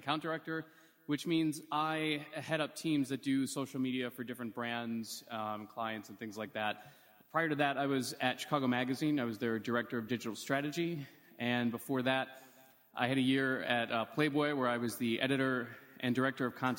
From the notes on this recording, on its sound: In a live podcast panel recorded in February at Rockit Bar & Grill